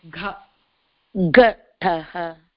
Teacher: ga has to be aspirated it is gha